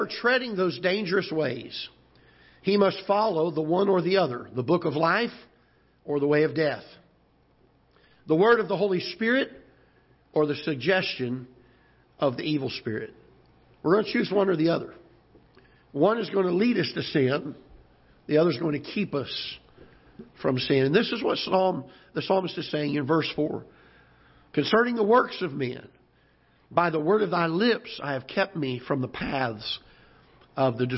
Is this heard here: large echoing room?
yes